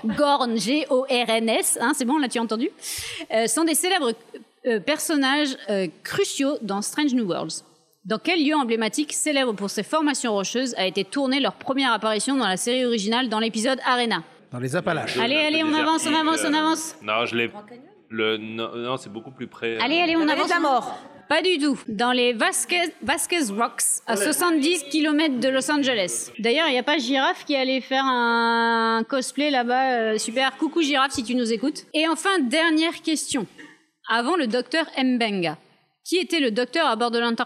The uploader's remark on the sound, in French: Podcast enregistré au FROG RÉVOLUTION à Paris Bastille. Podcast enregistré au FROG RÉVOLUTION à Paris Bastille.